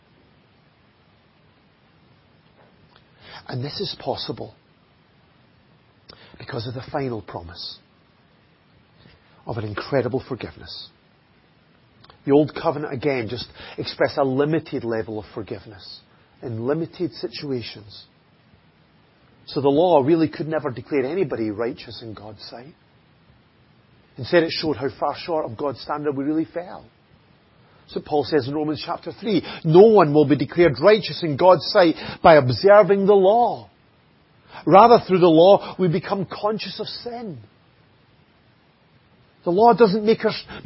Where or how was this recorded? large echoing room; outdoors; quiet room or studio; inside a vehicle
large echoing room